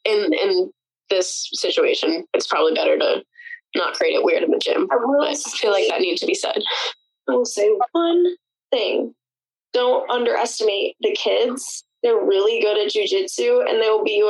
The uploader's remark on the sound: Chicks on a Zoom. We couldn't get together in-person this week. We know it's not the best audio you ever heard.